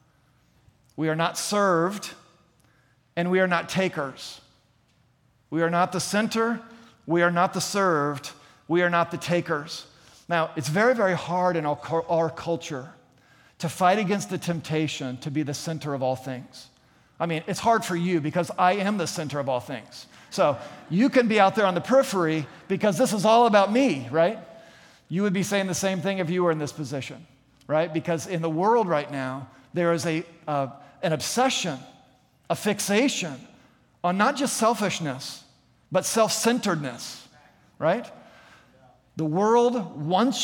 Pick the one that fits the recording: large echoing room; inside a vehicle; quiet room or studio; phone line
large echoing room